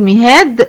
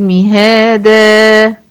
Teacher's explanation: أعمل ألف بعد مد حركتين بعد الدال علشان الدال دي كانت منونة بالفتح · Shown in: second take · Term: مد العوض